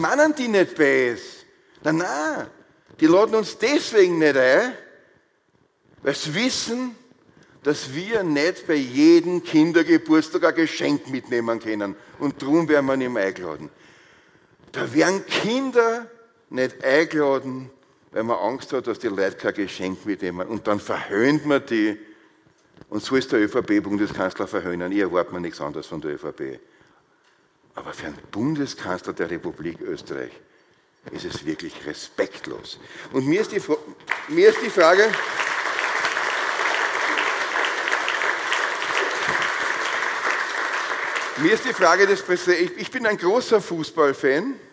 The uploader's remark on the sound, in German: Die Aufzeichnungen dazu entstehen bei den Live-Veranstaltungen zur Direktwahl.